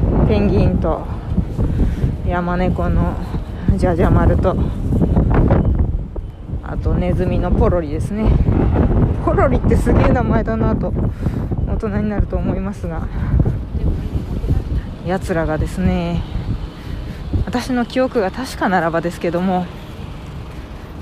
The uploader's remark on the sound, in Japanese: 浅草からお届けします（強風注意）。風の音がすごい。今晩、マイク強化工作に励みます。